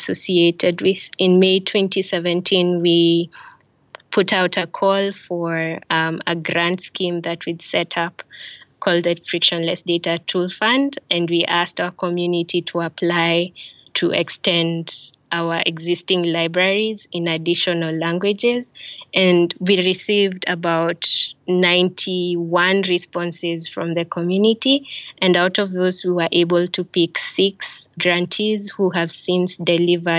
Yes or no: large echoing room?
no